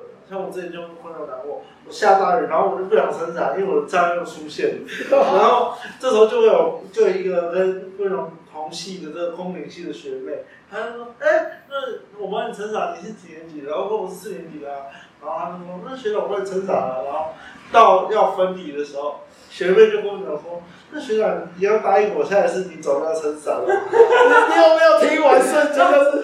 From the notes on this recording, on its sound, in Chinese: 錄音設備真的很陽春